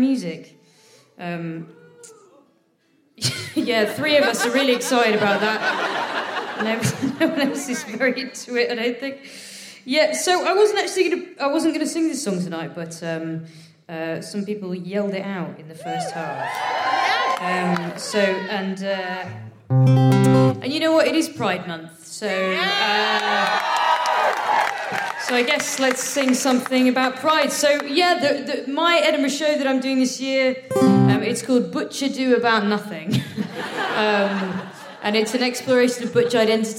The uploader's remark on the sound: Live from the Lowry in Salford.